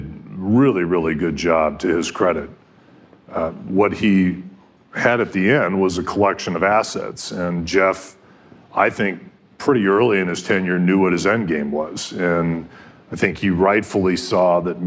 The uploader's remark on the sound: on stage at Code Media in Los Angeles